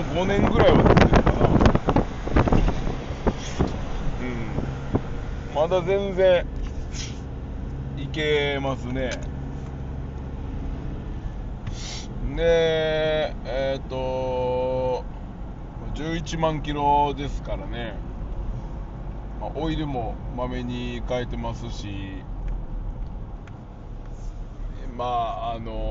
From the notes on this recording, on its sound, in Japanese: サーフィンに向かう道中で収録しました。